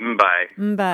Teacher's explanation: You basically have the elongation of the lips staying closed before you do the B sound. So because there's you're voicing the "mba, ba." So you're just dragging out that.